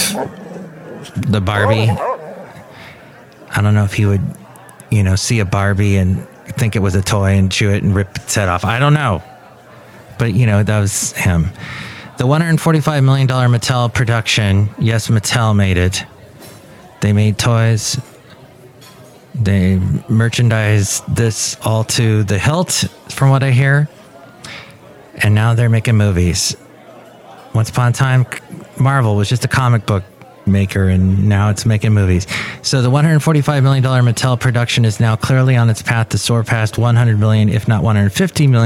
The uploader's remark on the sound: podcasts live from Cafe Anyway